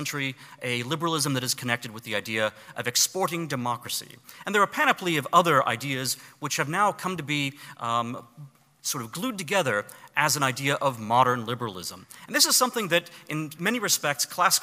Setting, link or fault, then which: setting, live audience